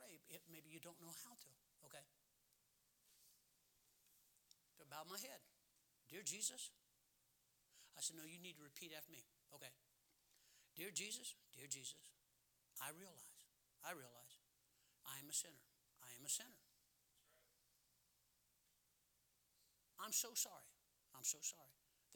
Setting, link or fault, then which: setting, large echoing room